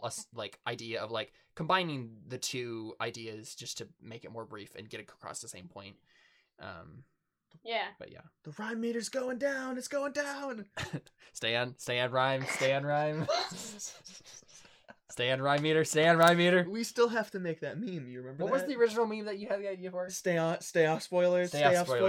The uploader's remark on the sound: The audio is a little messed up on this one. Been having some problems with the microphones recently, and the backup recordings we always make ended up not working this time, and so we had to use the audio from the original stream.